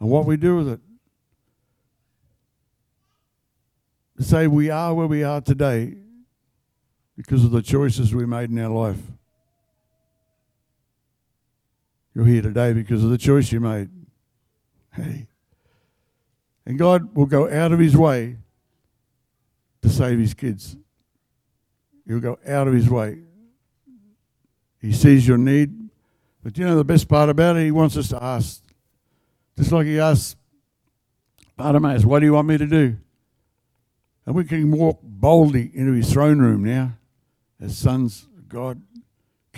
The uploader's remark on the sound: The live stream of Destiny Church Atherton